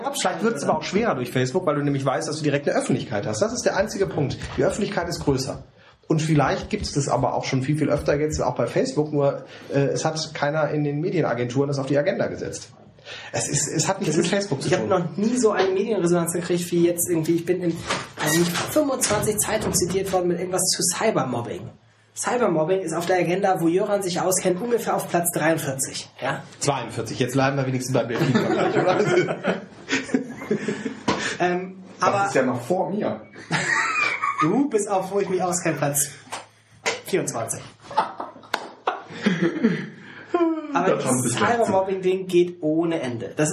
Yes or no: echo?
yes